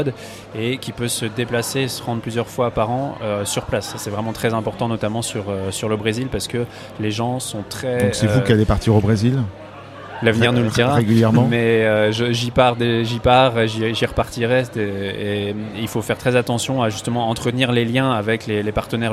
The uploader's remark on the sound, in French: En direct de l'édition 2019 des Rift's !